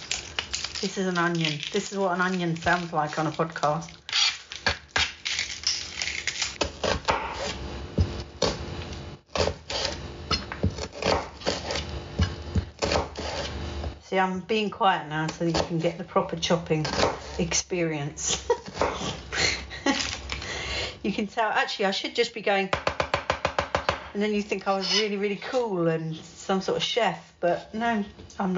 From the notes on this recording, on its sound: Recorded live on location from my kitchen as I prepare my dinner